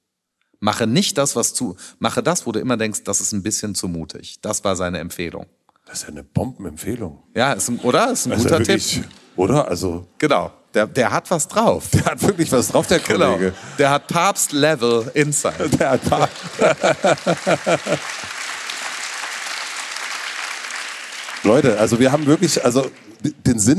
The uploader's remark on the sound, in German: Wir haben uns live vor Publikum in München unterhalten.